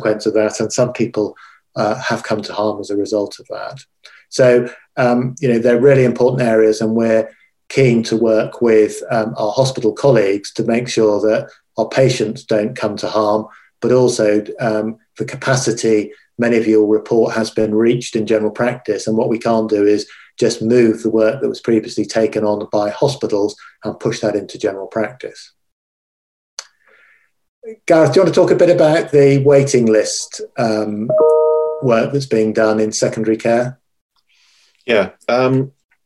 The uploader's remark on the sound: this recorded webinar